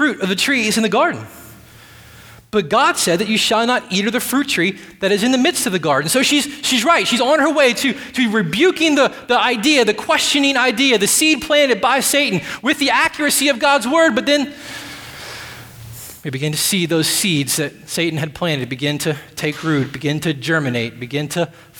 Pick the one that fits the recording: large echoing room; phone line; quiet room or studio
large echoing room